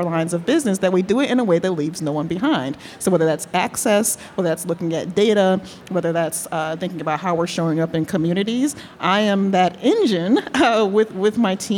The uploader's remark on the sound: Three interviews recorded live at our Health Innovation Summit in October 2023.